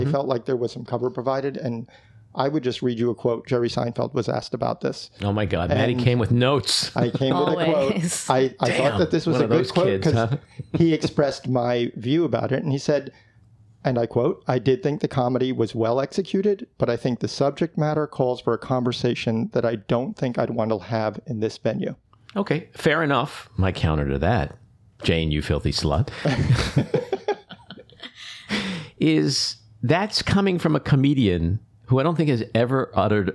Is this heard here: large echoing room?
no